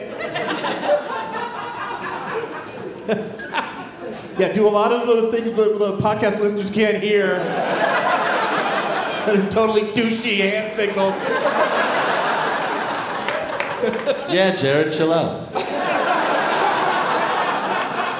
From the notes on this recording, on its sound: Live from the Improv in Tempe